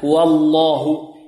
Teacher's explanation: سبقتها واو مفتوحة فغلظت اللام والله، وهنا نرقق الواو بدون إمالة، نقول والله و والله، لا و والله و و، لا تفخيم ولا إمالة، و والله، ولا ترق كذلك.